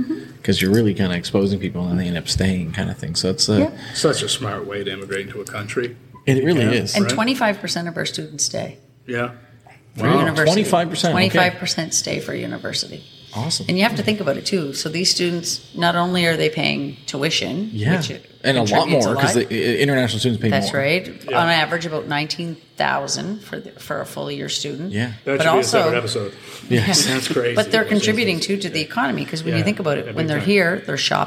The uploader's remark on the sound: Station Six in Spryfield Nova Scotia for the great beer and location to record this episode. Station Six in Spryfield Nova Scotia for the great beer and location to record this episode.